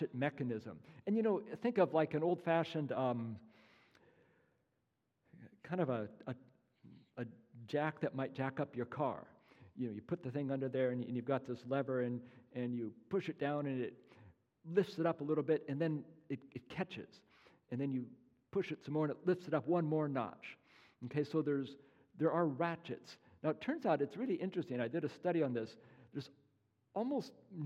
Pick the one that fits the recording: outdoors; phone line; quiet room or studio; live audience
live audience